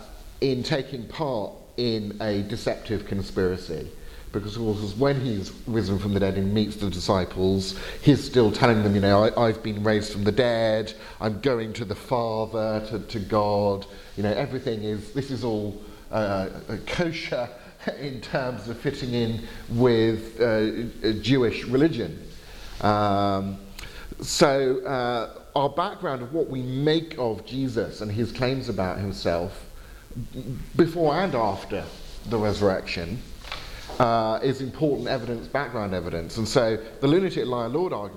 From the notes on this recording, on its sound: Lecture given at Gimlekollen College, NLA University, Norway on April 26th 2019.